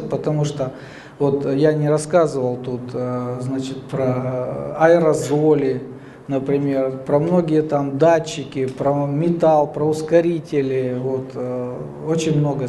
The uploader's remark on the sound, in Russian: Лекторий «Высшая лига» — цикл публичных лекций, с которыми выступают самые яркие профессора «Вышки».